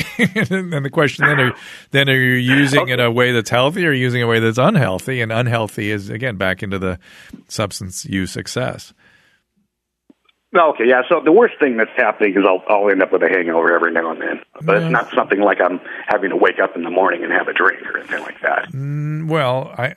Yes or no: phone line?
yes